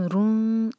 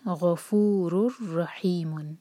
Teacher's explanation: جب بھی تنوین یا نون ساکن کے بعد را آئے گا تو ہم ناک میں آواز بالکل نہیں لے جائیں گے · Shown in: second take · نون کی جو کا جو ساؤنڈ ہوتا ہے تنوین یا نون کا، وہ بالکل بھی پروناؤنس نہیں ہوگا. · Term: ادغام بغیر غنہ